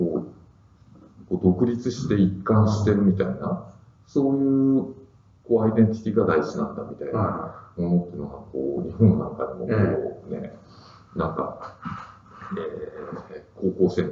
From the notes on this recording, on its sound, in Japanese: 旧マイクで音声ややわるいです